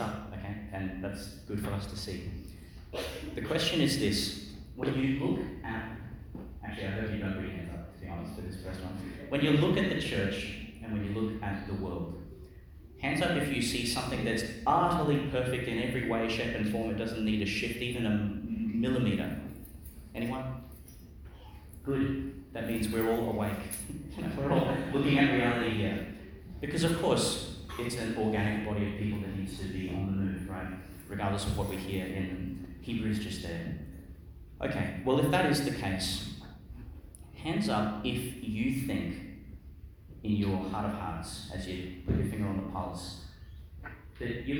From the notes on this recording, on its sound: delivered in Our Lady to Star of the Sea, Qld.